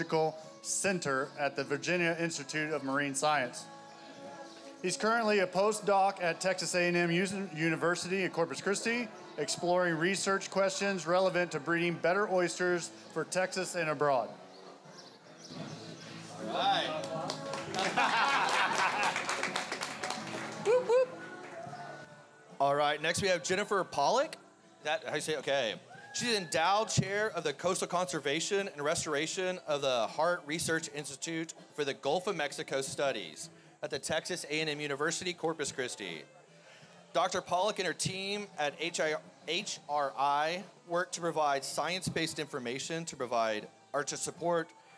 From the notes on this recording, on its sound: In this episode of The Gulf Stream, we took the show outdoors to record a live panel discussion during the Texas Oyster Round Up at Water Street Market.